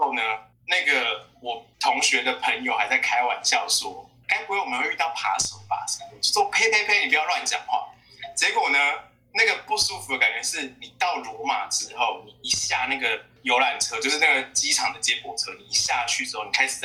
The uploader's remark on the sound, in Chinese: 希望大家不要太介意這不佳的錄音品質。也希望疫情過去後我們也能開始跟朋友見面重新進行面對面錄音聊天的日子。